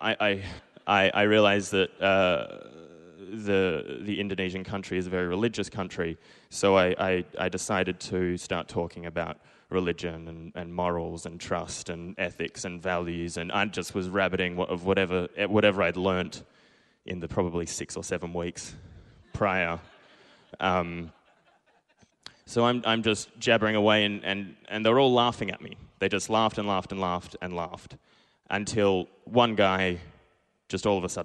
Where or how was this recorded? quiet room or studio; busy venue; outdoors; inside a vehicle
busy venue